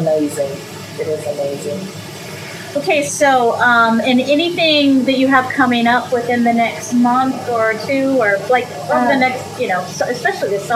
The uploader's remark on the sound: Beck's Grist Mill National Historic Site in Salem, Indiana. Please forgive the sound of the beautiful waterfall in the background!